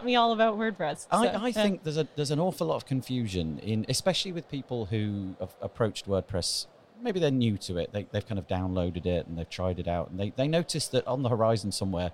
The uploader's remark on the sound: This is another one of the talks that the WP&UP team recorded during WordCamp Europe 2019. We’re back in the corridor, surrounded by approximately 3,000 WordPressers, so you’re going to have to cope with the background noise… and children!